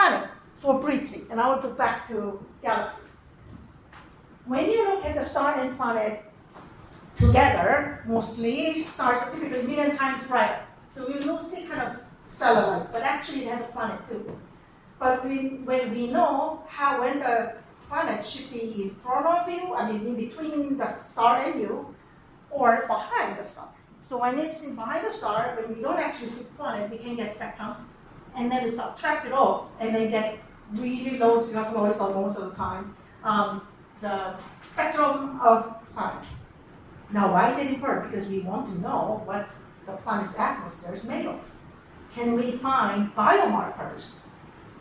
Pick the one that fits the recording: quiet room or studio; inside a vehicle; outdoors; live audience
live audience